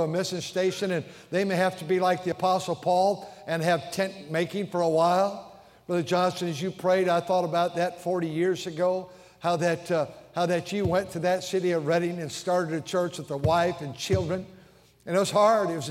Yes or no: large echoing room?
yes